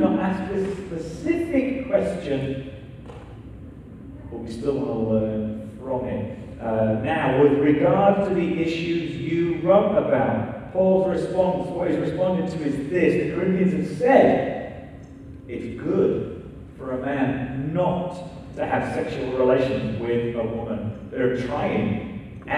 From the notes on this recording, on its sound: still with sound issues for the recording